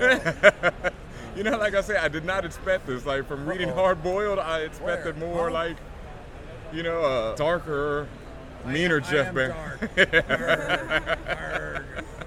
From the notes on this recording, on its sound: live at New York Comic Con 2013